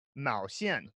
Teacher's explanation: And then she accidentally said Mao Xian, second tone, fourth tone